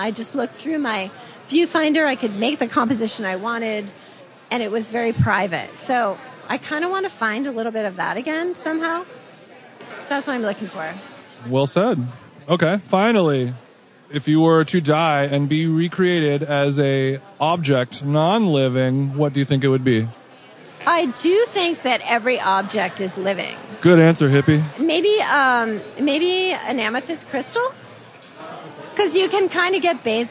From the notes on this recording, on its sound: Live from the Food Book Fair. Went on location at the Food Book Fair in New York last weekend and conducted a series of mini quick style interviews.